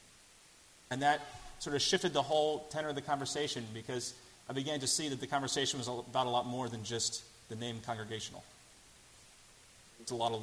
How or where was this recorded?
large echoing room